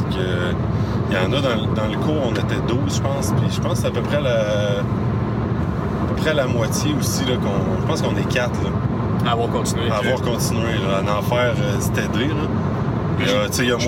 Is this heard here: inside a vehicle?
yes